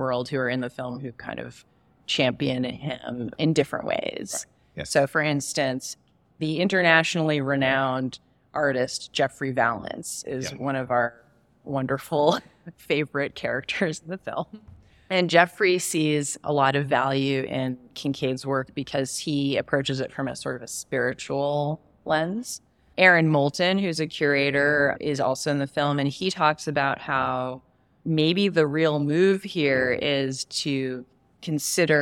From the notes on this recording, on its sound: In our final installment of "Live from Hot Springs Documentary Film Festival".